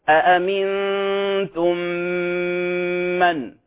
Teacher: وجب الإدغام، يصبحان حرفا واحدا مشددا · Term: إدغام المتماثلين